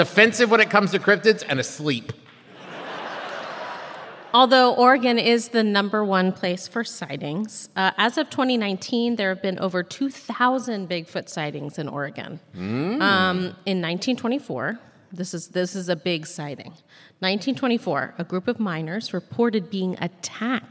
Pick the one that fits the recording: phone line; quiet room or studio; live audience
live audience